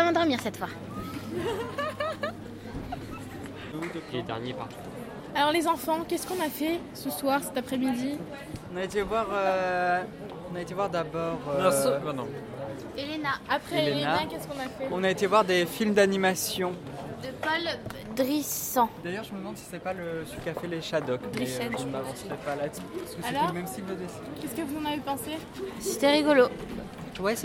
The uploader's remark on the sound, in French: Radio2B s'est déplacée au 28ème festival des premiers films d'Angers. Notre équipe de reporters sur place pour la deuxième journée.